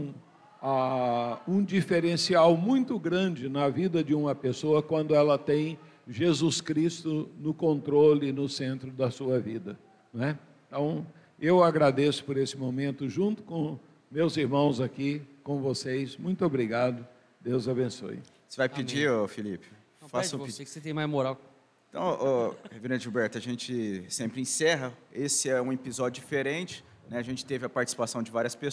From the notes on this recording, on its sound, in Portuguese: Documentário - Acampamento 2024. Acampamento 2024 da IPB de Rio Preto. Uma gravação (documentário) fora do estúdio e dentro do ambiente de acampamento da chácara da Igreja Presbiteriana de São José do Rio Preto-SP. Foi uma experiência muito edificante, nova e interessante tendo vários participantes convidados e pessoas diretamente envolvidas na organização do acampamento-2024.